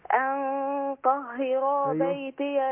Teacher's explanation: بخفي النون عند الطاء لكن بفخم غنة النون · Term: إخفاء